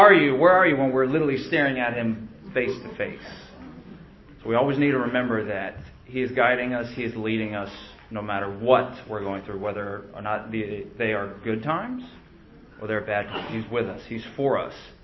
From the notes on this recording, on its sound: Recorded live at the Jewish Messianic Congregation of Jacksonville, 7750, Philips Hwy, Jacksonville, FL 32256.